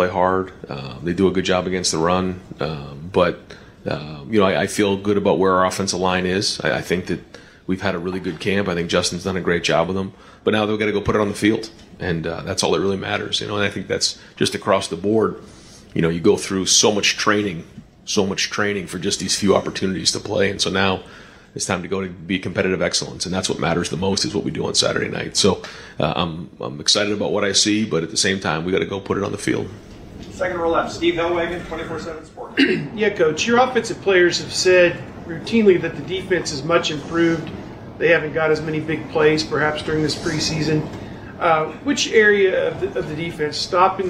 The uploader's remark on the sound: Press conference. Addresses the media on Tuesday August 30, 2022 at the Woody Hayes Athletic Center in Columbus, Ohio. During this news conference.